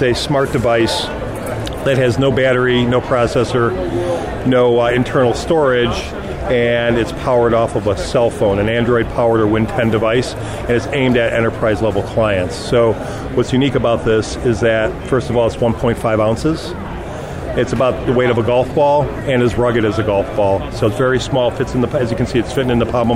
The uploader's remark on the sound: Live From The Show Floor of AWE2018.